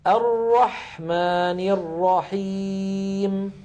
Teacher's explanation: هذه الآية فيها الحاء من كلمة الرحمن ساكنة، فزمنها مساو لزمن السين في بسم ولزمن الحاء في الرحمن.